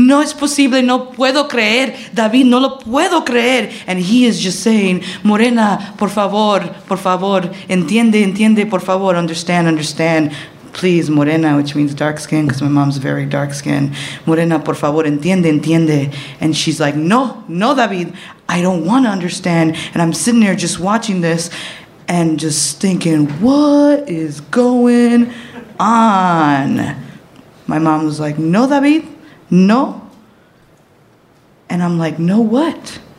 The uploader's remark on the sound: Live From Chicago! At our very first show in that toddlin' town!